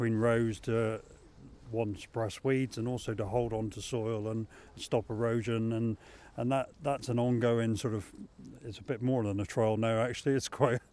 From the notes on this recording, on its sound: Live on Farm: Walking Fields of Gold in Cornwall.